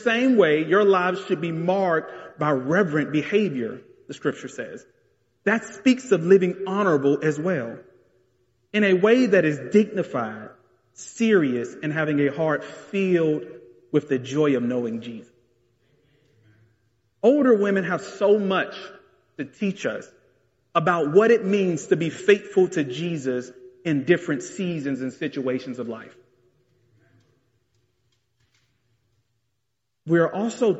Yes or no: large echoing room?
yes